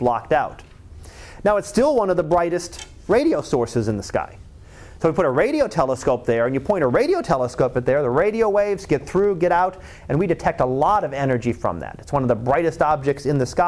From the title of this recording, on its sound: Live Class Lecture